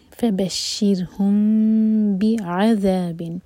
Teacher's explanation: میم کو ہولڈ کریں گے لیکن ہونٹوں کو ٹائٹ بند نہیں کریں گے. دو سیکنڈس کا ٹائم دیں گے. · Term: اخفاء شفوی